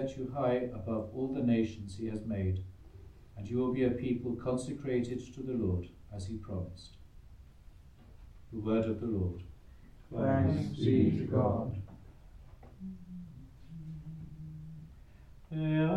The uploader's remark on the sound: The Community of St Gregory the Great sing the Gregorian Chant Mass. Recorded live at Southgate House.